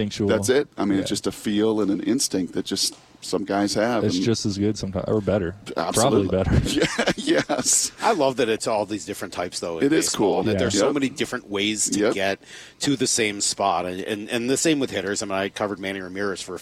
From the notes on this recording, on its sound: We're live from spring training!